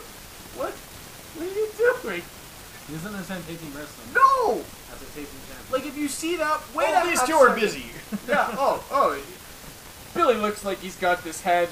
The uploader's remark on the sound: Warning* There are some technical issues in this episode.